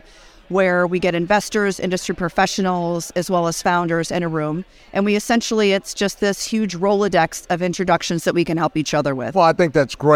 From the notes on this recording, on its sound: at The Benzinga Cannabis Capital Conference